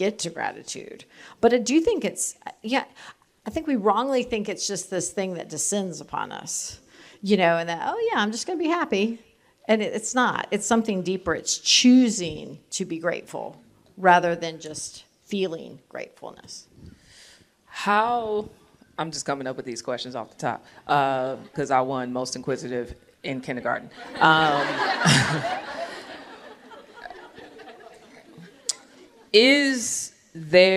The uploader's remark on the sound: Recorded live at TGCW22 in Indianapolis.